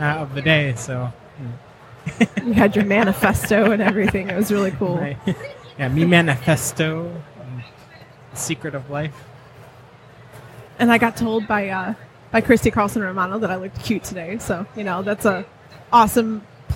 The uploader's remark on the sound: Live from Motor City Comic Con